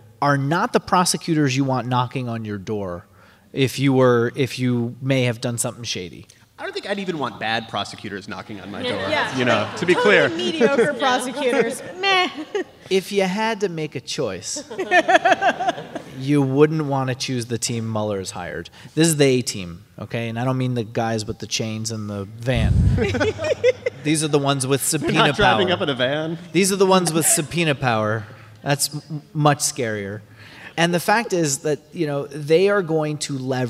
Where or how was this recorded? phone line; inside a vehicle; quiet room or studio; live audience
live audience